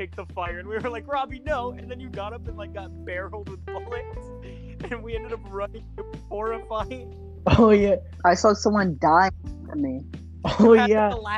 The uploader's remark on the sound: sorry for the audio im trying to get a microphone